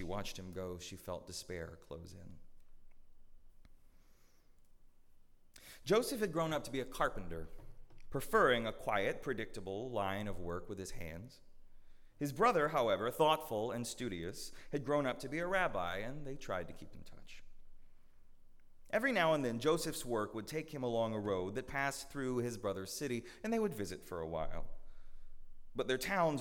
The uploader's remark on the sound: at Northminster Church on December 22, 2019